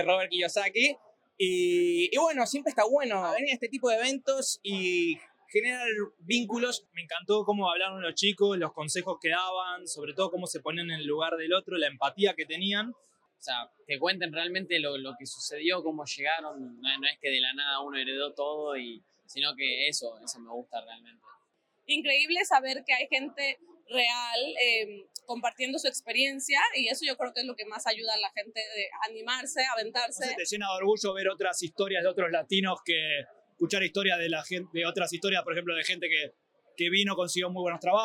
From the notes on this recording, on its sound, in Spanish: Este podcast fue grabado en uno de nuestros últimos eventos en Sydney.